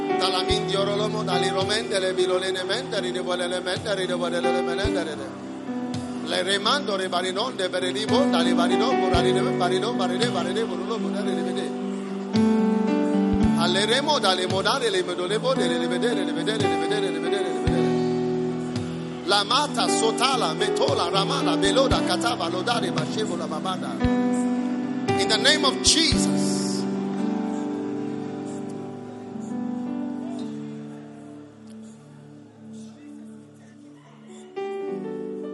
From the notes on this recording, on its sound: Preached at a Revival 7 service at the First Love center